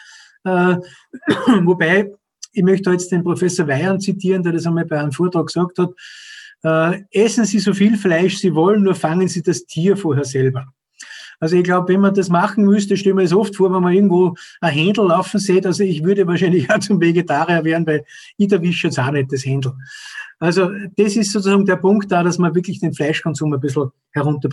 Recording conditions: video call